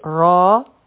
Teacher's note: را غټ حرف دی او دا به دوه حرکه اوږدوو، ځکه چې د فتحه نه پس الف دی